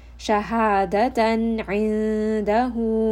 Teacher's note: Here again we have a sukun, we have a tanween followed by a letter of the throat, ayn. And so this is going to have idhar. The noon sound is going to be clear.